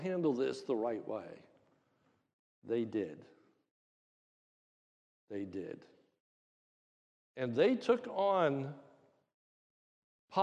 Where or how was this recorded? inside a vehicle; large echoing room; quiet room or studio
large echoing room